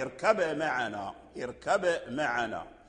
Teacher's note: فورش له وجهان فيها، وجه بالإظهار ووجه بالإدغام، ففيه الإظهار وفيه الإدغام، اركب معنا اركب معنا. فإذا أظهرنا لقالون لابد من قلقلة الباء، اركب معنا اركب معنا، وإذا أدغمنا ذهبت القلقلة وأدخل الباء في الميم فأصبحت الميم مشددة مع الغنة، اركب معنا اركب معنا اركب معنا.